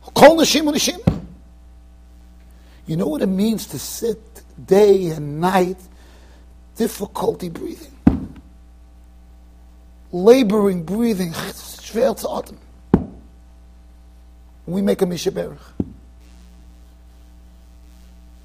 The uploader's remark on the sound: Shiur recorded in Yeshivas Ohr Reuven, Monsey NY.